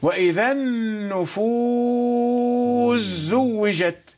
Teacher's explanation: في سورة التكوير السين من النفوس أضغمت في الزاي، أضغمت في الزاي فأصبحت أصبح الحرفان زايا مشددة، حرفا واحدا مشددا كالثاني منهما